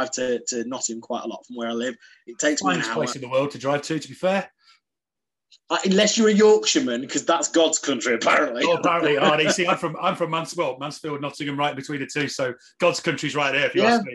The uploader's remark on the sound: Over zoom from the Zen Den.